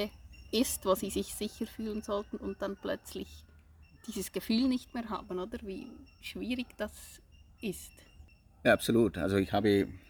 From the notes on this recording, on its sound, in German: Zudem ist diese Folge auch ein klein wenig Hörreise nach Sri Lanka, weil wir die Hintergrundgeräusche nicht ausblenden konnten. Hunde bellen, Mütter niesen, TukTuks rattern vorbei.